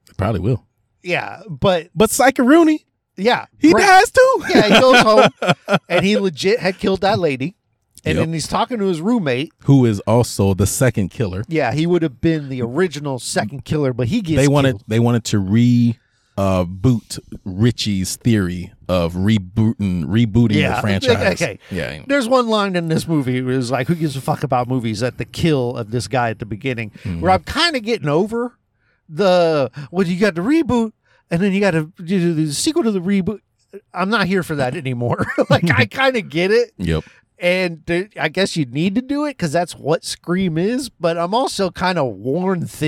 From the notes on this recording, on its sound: One dude looked at us weird while recording. We watched SCREAM VI and went to my car and hit record.